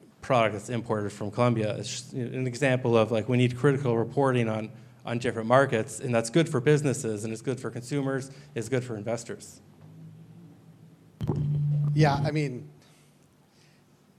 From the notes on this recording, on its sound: This time around we’re publishing a live-recorded panel discussion moderated by local cannabis accelerator program Leaf Forward as part of our new monthly Cannabinoid Futures speaker series.